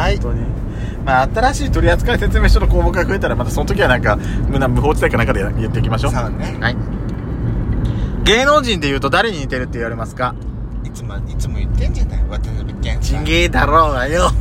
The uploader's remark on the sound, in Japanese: ドスドライブ収録 #ロードノイズゴメンね。